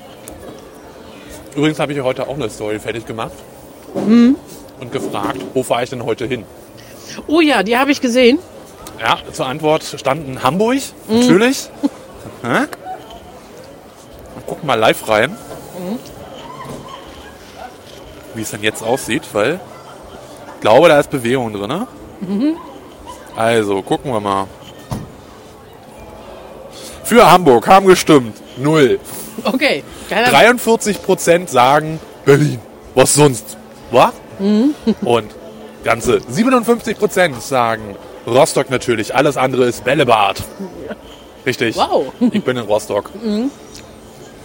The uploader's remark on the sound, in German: Live auf dem Weihnachtsmarkt in Rostock